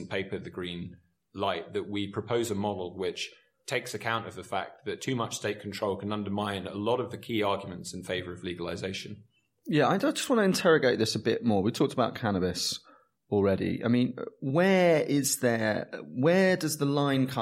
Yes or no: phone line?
no